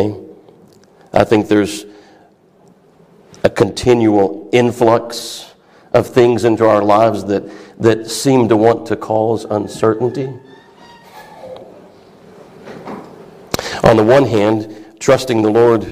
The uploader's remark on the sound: A message preached at Christ Fellowship of CENLA Fall Conference 2023